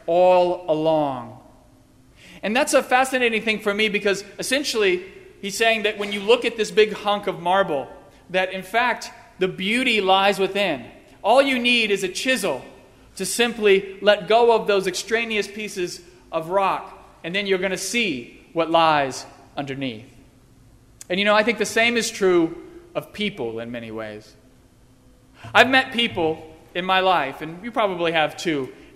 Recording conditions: large echoing room